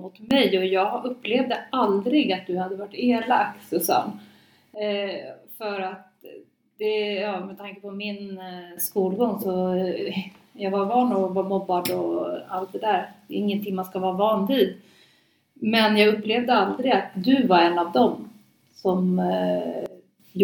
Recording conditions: poor sound quality